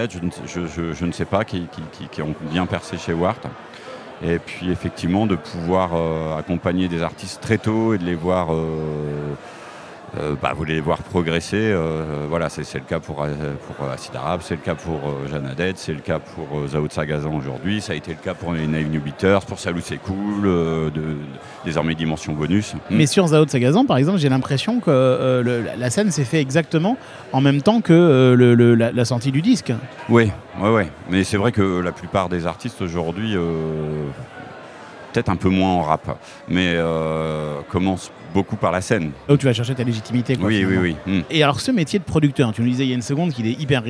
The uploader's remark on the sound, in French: Dans cet épisode enregistré lors du MaMA